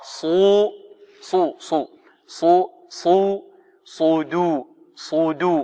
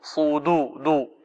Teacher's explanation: الصاد ماذا؟ مفخمة والدال مرققة · Shown in: first take · صو صو صو صو صو صدو صدو وليست صدو دو، هذا خطأ.